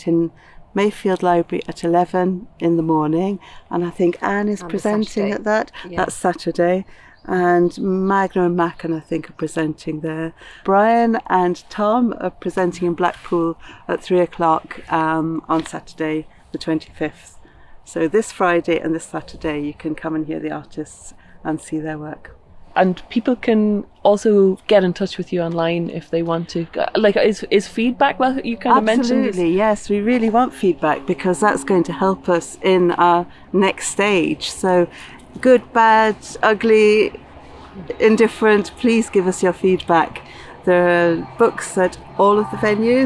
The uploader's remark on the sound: Sirens and blackbirds, ride-on mowers and collared doves. You’ll hear firm evidence both that you’re in a wonderfully secluded nature spot full of wildlife, and that you are in a busy city. Glen River Park is contradictory in nature, a kind of liminal space: a transit point between more and less built up parts of the Northside.